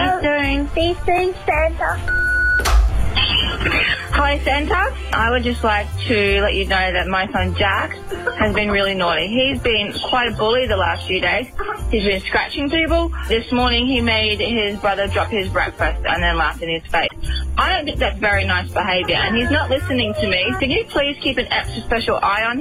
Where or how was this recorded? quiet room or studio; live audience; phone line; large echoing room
phone line